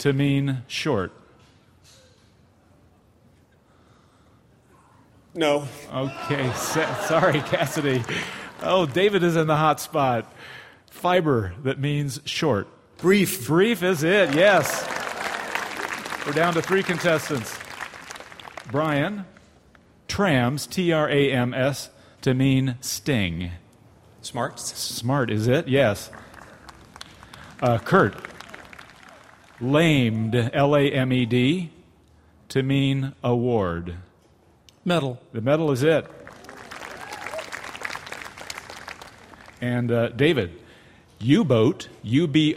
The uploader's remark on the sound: LIVE From Central Park. This summer spectacular, recorded outdoors in New York City's Central Park, is a jam-packed show.